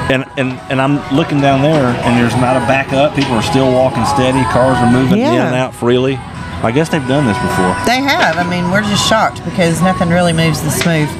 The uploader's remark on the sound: Live at Woodstock!